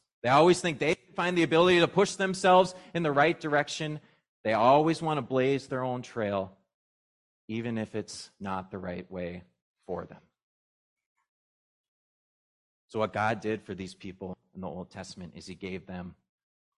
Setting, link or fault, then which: setting, large echoing room